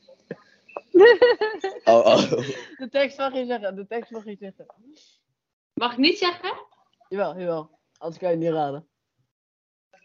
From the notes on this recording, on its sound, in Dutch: het slechte geluid